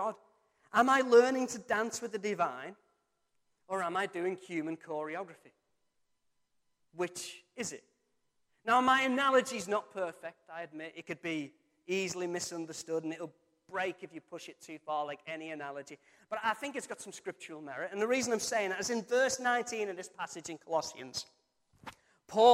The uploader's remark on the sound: Recorded from our Sunday morning service 02-07-23.